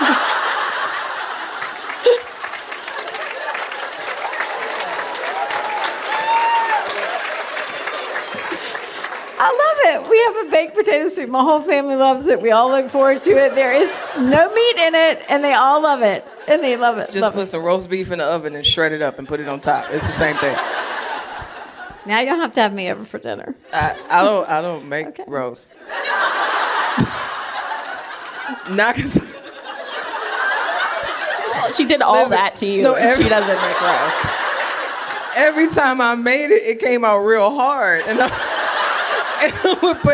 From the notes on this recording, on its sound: Recorded live at TGCW22 in Indianapolis.